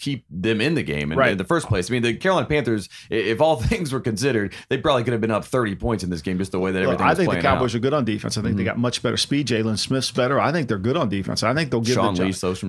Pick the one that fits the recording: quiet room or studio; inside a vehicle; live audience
quiet room or studio